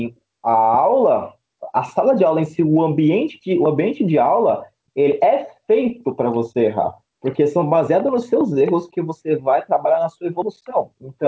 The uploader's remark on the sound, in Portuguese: Neste diálogo via Skype na grande quarentena de 2020.